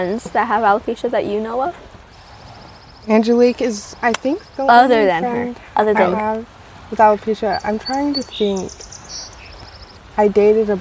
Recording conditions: sounds in the background